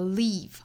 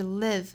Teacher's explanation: Live 这个词不要发成了 leave、啊、应该是 live，松口的 it 的发音 · Shown in: second take